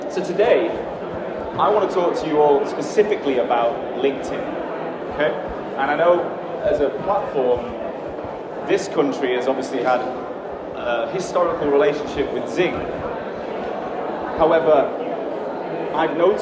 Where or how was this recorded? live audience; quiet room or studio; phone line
live audience